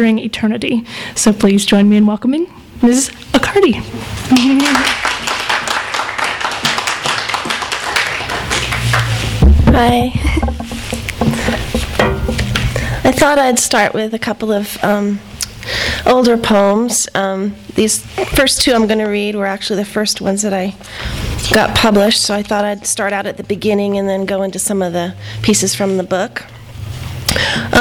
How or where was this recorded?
live audience